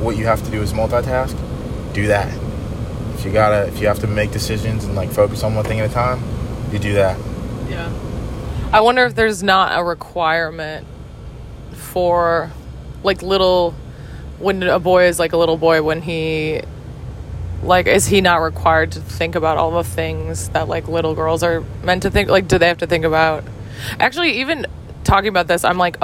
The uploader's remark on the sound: BONUS: Truck Talks. Cruising in the car.